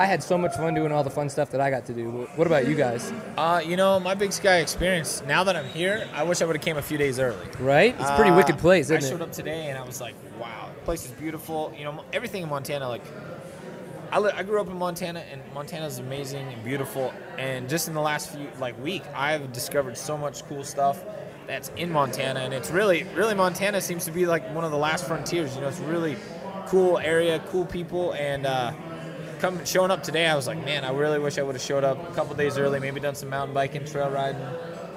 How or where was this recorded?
outdoors